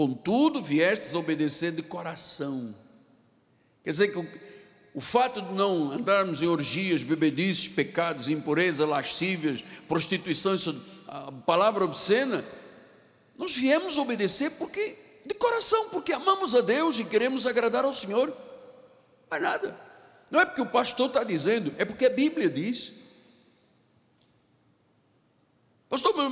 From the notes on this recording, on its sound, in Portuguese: Este culto gravado, parte da série da Igreja no Rio de Janeiro.